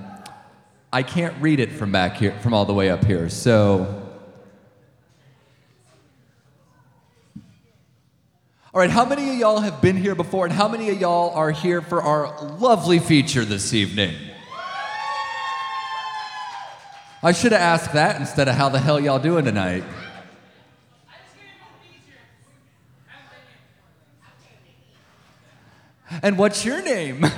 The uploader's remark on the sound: This is the live recording